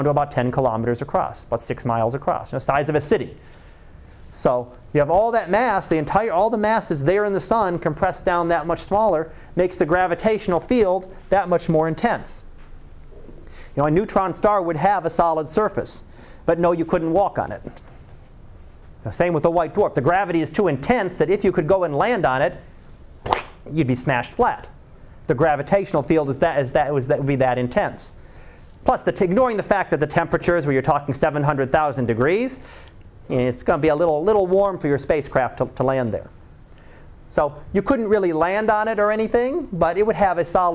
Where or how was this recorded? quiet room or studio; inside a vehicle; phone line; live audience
live audience